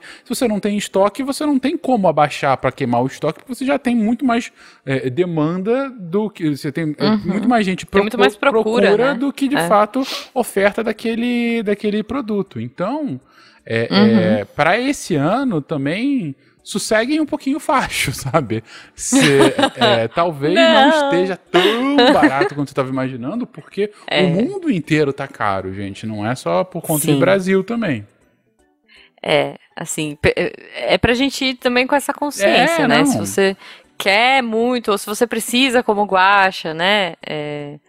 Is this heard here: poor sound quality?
no